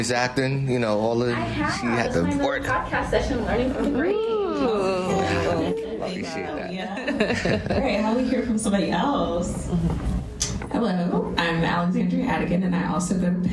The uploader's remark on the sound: Tune into the recording of our live sessions at SNMA's annual medical education conference. Shout out to our lovely audience members for participating and creating this episode with us!